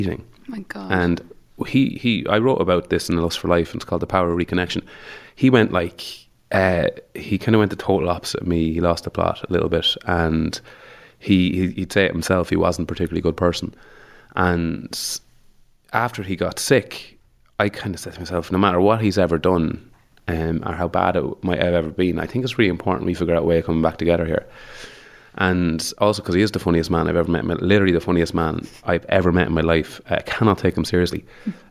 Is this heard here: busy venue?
no